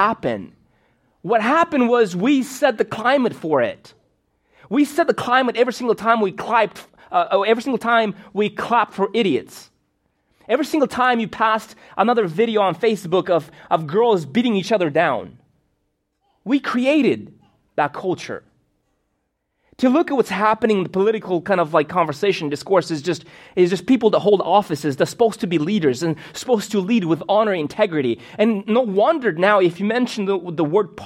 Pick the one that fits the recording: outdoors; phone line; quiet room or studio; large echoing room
large echoing room